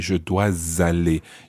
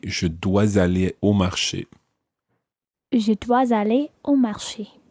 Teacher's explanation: And you can also say je dois aller, using the S and following it onto the aller